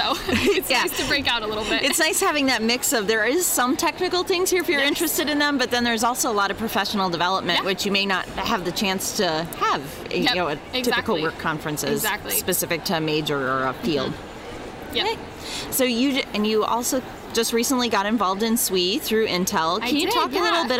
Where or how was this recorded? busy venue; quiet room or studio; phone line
busy venue